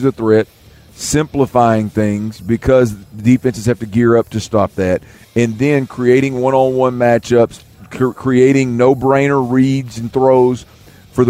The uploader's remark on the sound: LIVE from Radio Row in Vegas.